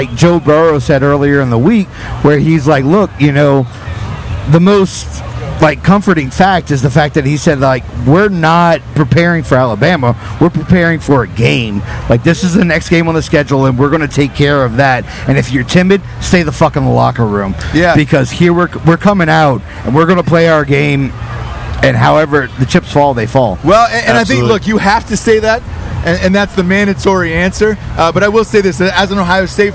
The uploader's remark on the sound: live from the LSU/Alabama game